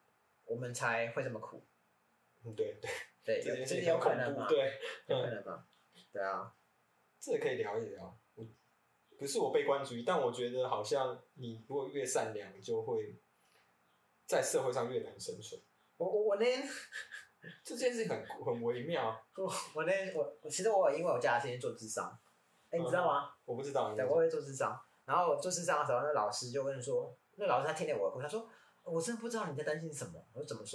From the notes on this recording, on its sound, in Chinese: 使用環境音較敏感的設備，音質不好請見諒。收音品質，我們正在努力。